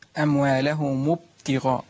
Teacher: عدم قلقلة الباء ده مشكلة إن أنا كده بقطع جزء من الحرف نفسه